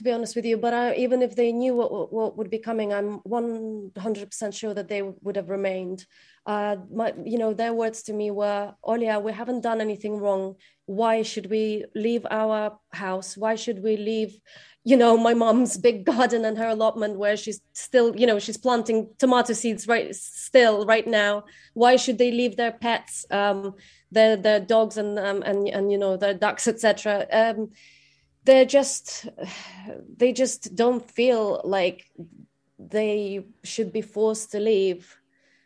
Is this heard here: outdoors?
no